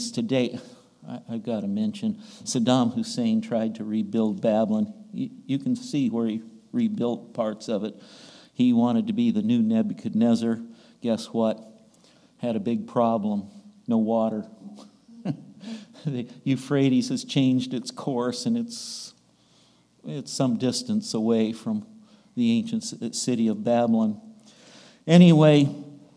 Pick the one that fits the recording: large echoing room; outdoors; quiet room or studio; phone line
large echoing room